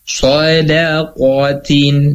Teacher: sa tebal, da tipis, kho tebal, tin tipis.